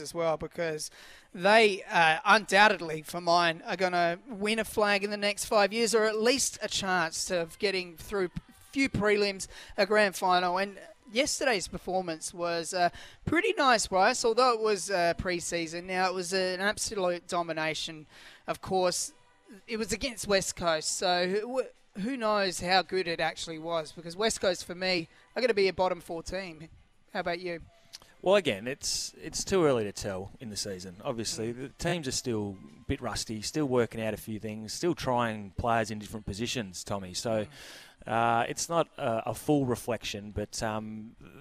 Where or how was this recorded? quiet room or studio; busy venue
busy venue